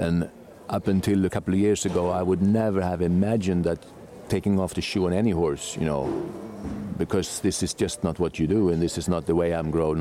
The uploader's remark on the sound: Today’s amazing episode was recorded at Geneva World Cup